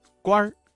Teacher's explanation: 当官一词的官字加了一个卷舌音日，发生了语流音变，形成了儿化音